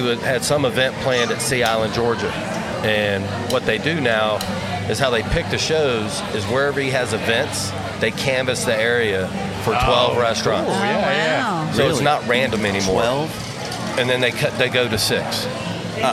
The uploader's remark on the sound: Live Watch Party Extravaganza at Palmer's. Step into the bustling atmosphere of Palmer's restaurant as we bring you a special live recording episode. Amidst the vibrant energy of the event. In the heart of East Dallas.